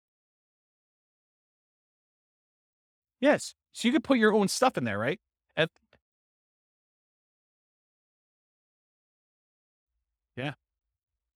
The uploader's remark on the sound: This was a live class recorded